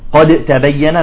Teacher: أولا الإدغام، نحو قال تعالى قد تبين، إذا جاء الدال ساكنة وبعدها تاء تمتنع القلقلة بسبب الإدغام، تمام، الإدغام المتجانس بين الدال والتاء، قد تبين، نقول قد تبين، نعم، إدغام متجانسين، قد تبين.